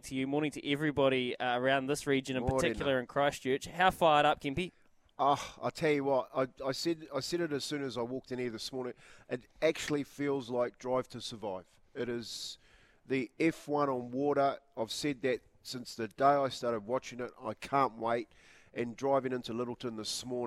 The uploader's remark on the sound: LIVE from Sail GP NZ